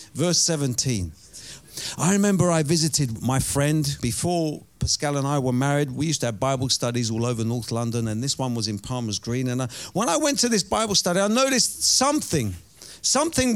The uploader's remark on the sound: Preaching at Oasis Church, Watford, England.